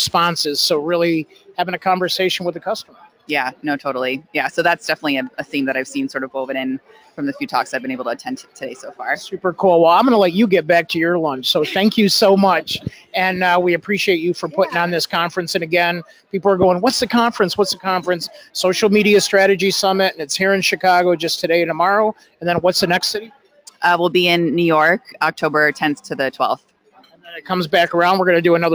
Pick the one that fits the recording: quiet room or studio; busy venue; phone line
busy venue